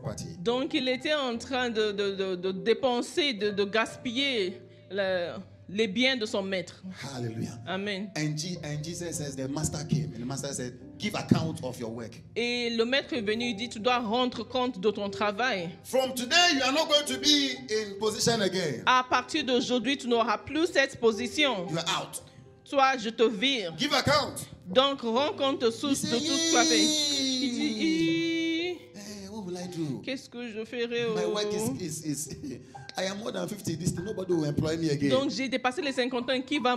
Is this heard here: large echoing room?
yes